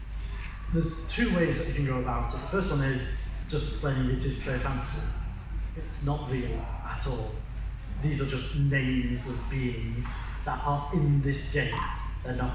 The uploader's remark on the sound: A recording of the talk I gave at New Wine United 19.